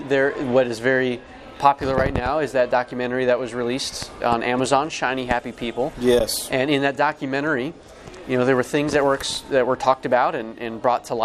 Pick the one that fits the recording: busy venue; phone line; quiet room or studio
busy venue